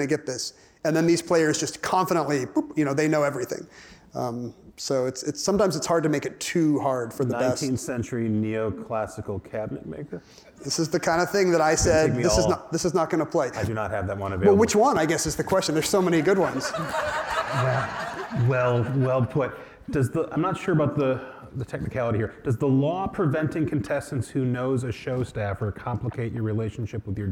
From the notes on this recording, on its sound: from the 2023 Crosscut Ideas Festival